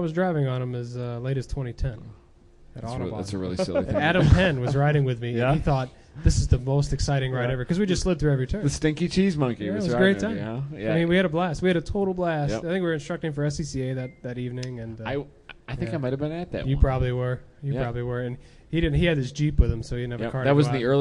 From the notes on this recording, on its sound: Live from HondaMeet15.